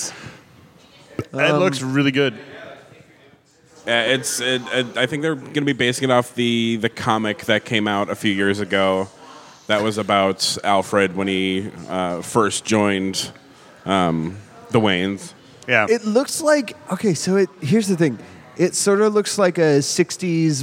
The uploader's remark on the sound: Live to tape from CONvergence 2019!! This episode is our annual unedited recording from CONvergence (Minneapolis) where the guys sat in the lobby of the hotel and talked their normal nerd talk.